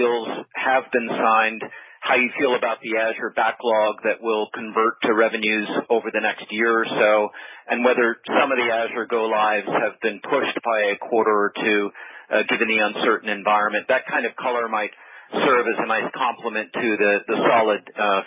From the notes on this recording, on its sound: Conference Call.